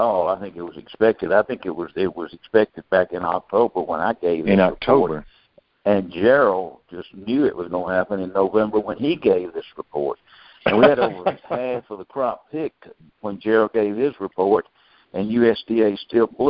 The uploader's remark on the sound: Monthly Conference Call